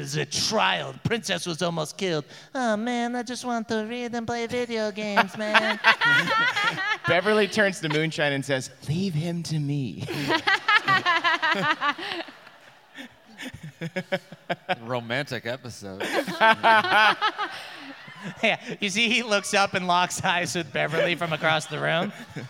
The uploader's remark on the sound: NADDPOD Live in Boston